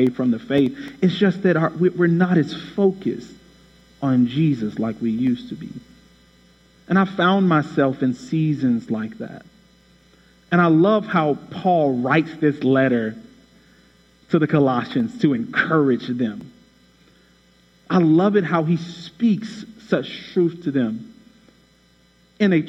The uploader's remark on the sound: Shares a message from Huffman Baptist Church, where he preached on Colossians chapter 1.